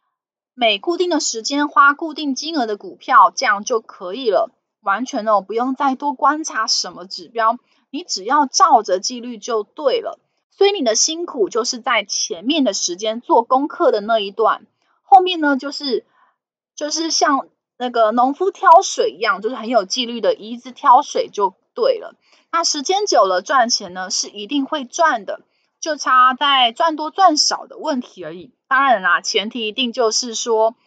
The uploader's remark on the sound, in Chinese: 本集有些許雜音，已亟力避免，如有察覺請多多包涵